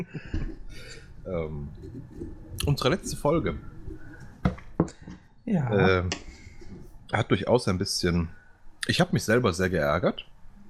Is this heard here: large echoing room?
no